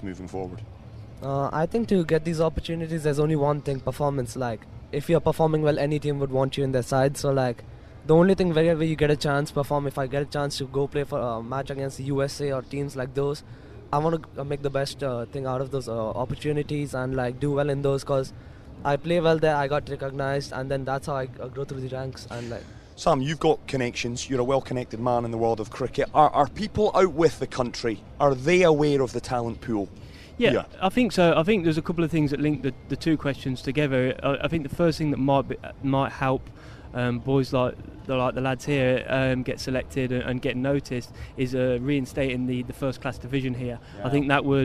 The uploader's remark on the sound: From the rooftop garden of Barasti.